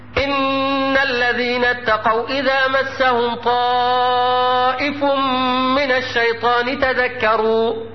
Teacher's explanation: مثال لنون مشددة غنت بمقدار حركتين، ومثال لميم مشددة غنت بمقدار حركتين